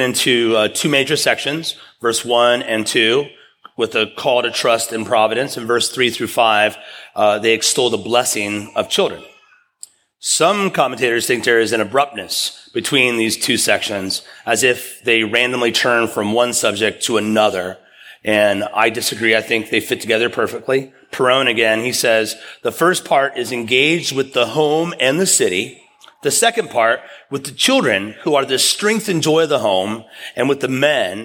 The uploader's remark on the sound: preached at East River Church